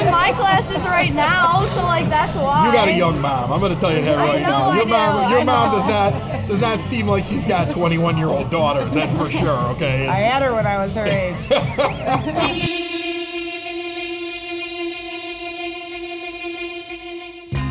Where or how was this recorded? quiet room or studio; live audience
live audience